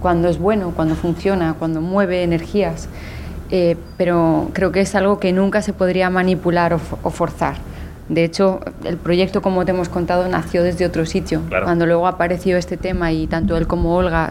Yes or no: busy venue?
yes